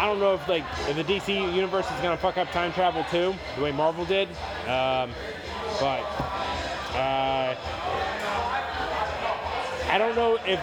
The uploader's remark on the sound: Saturday night at a brewery with live music